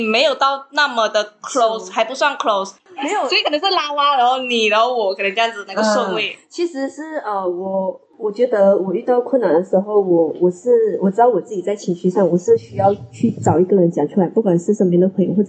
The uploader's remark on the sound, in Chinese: 因爲這次錄音的環境和以往不同，所以音質略差